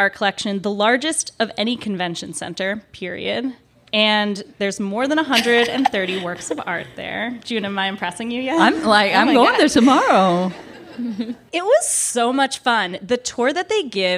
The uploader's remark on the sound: record live from The Hamilton.